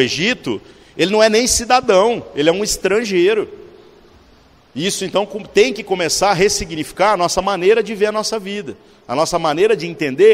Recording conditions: large echoing room